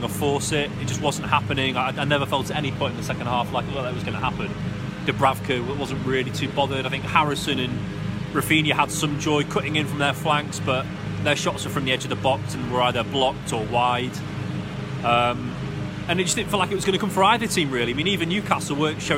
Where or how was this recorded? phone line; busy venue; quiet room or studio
busy venue